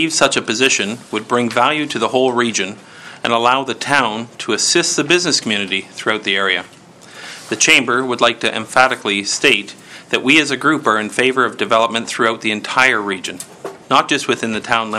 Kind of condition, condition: setting, large echoing room